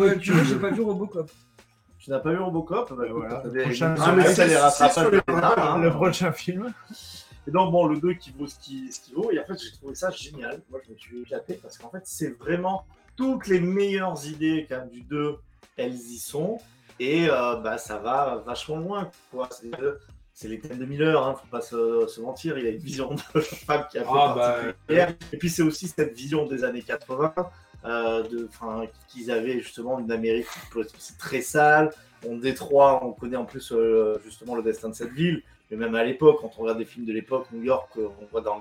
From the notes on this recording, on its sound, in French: APÉRO COMICS #21 à Montpellier. Désolé pour le son de moins bonne qualité qu'à l'accoutumée mais le Setup fut "de voyage" pour cet apéro.